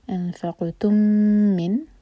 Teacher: انفق قاف پر قلقلہ. انفقتم من، مین پر ہولڈ کریں گے، غنہ ہے، ادغام شفوی